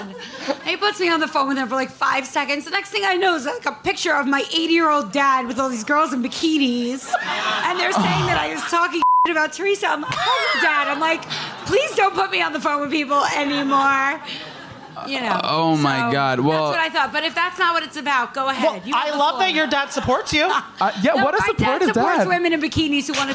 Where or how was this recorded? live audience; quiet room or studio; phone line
live audience